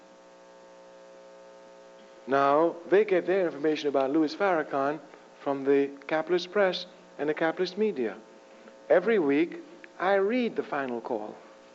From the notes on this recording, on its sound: At Florida International University in 1992. Gives a lecture at FIU.